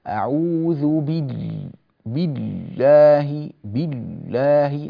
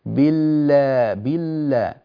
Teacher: اللام ليست شديدة، ليست قصيرة الزمن، اللام متوسطة الزمن · Shown in: second take